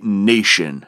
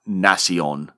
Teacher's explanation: Chaucer made the nominal ending ion two syllables where we pronounce it as one · Shown in: second take